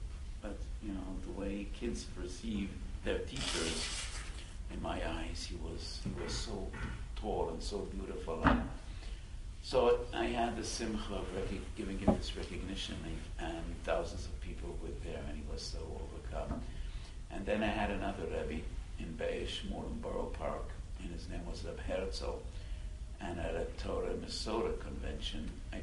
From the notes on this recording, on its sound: Delivered to mechanchim at DRS Yeshiva in New York.